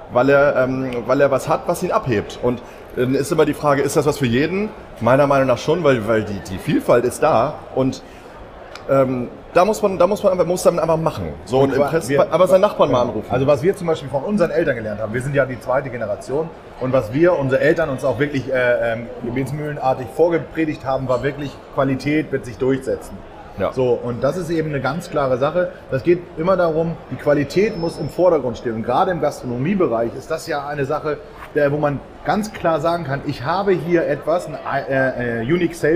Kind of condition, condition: setting, busy venue